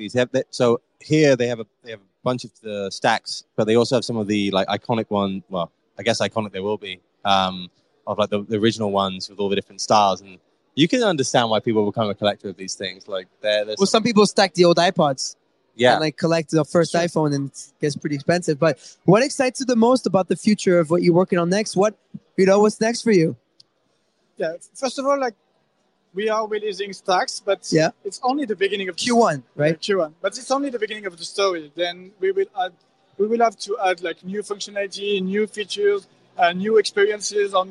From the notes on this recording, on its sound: Live from the Ledger open.